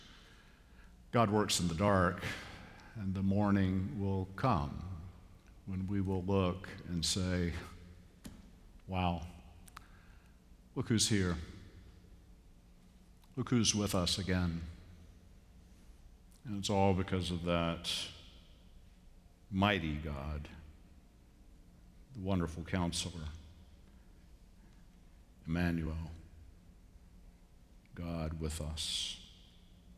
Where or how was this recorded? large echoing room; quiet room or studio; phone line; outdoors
large echoing room